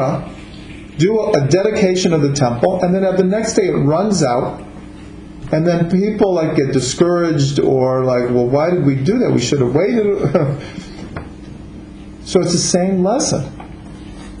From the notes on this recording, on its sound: This audio is a recording of a Chanukah gathering that includes teachings, stories and music relating to Chanukah.